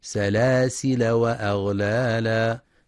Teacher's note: فلينتبه القارئ برواية حفص من طريق الشاطبية في كلمة سلاسل لفتح اللام، فلا يقرأ بالتنوين وصلا سلاسلا، وعند الوقف عليها يجوز أن تقرأ بإثبات الألف سلاسلا أو بحذفها سلاسل.